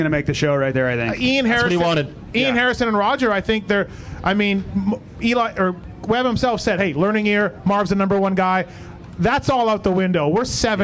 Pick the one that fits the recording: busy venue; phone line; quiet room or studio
busy venue